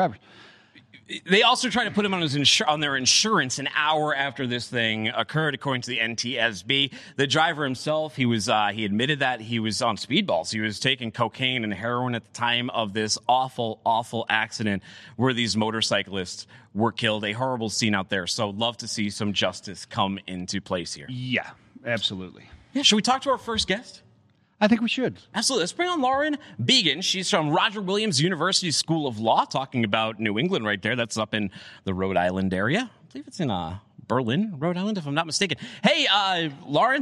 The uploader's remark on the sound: coming to you live from Global Supply Chain Week’s maritime sessions